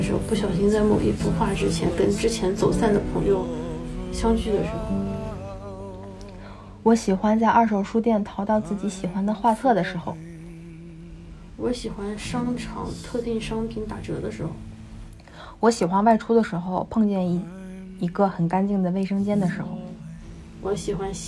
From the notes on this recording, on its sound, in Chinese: 录制的时候很放松，收声上可能会有些杂音。